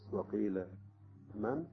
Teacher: هنا السكت على كلمة من، على النون الساكنة